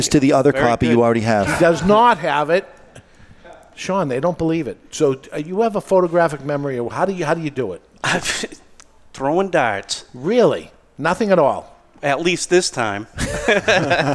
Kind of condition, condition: setting, live audience